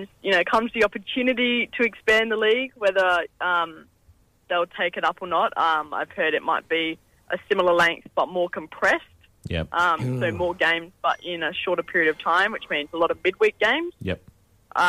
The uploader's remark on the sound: Our resident EPL expert is on the phone.